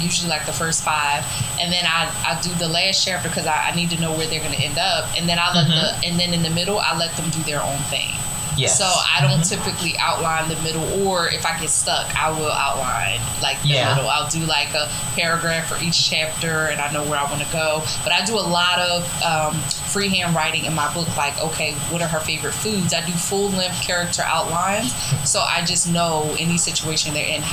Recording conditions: background noise